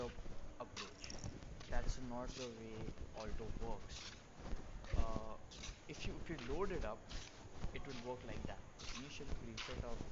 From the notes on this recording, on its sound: sorry for the bad quality in this episode as i didnt place my mic properly and hence resulted in very bad audio quality